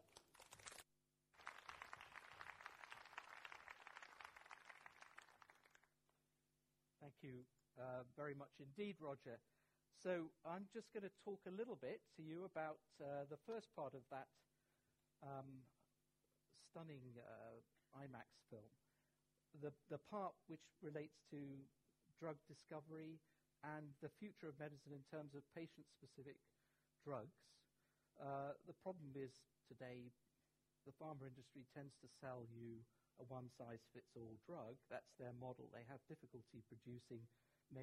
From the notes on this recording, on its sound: Recorded at the Science Museum on 27 September 2017